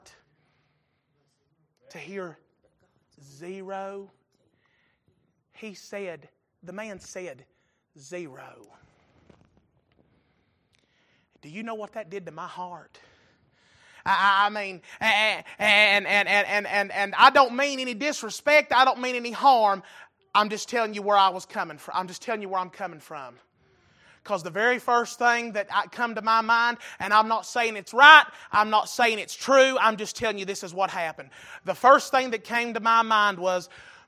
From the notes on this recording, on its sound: Recorded November 6, 2022 - Sunday Evening Service